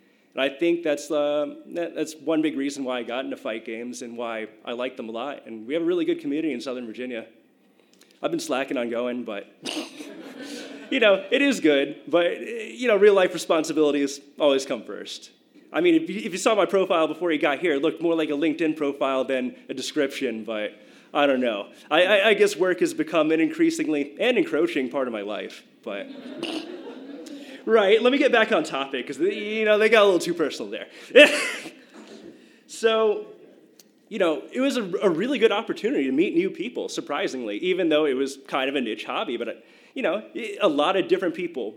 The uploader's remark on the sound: It was recorded at the beautiful Wells Theatre in Downtown Norfolk during a WHRO Emerging Talks live storytelling event called “Origin Stories.”